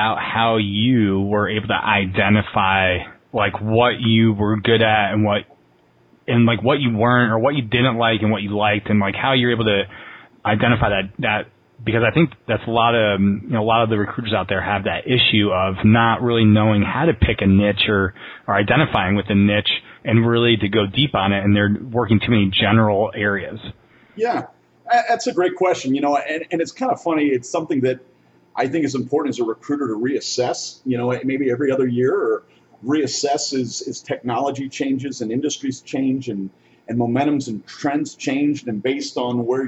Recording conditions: phone line